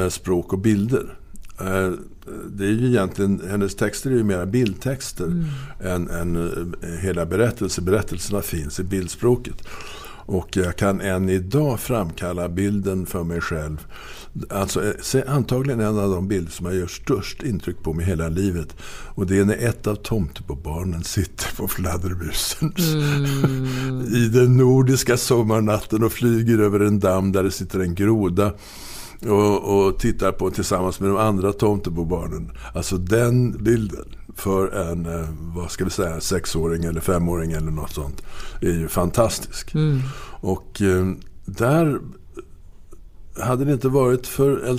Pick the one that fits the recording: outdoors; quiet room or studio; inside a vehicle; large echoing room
quiet room or studio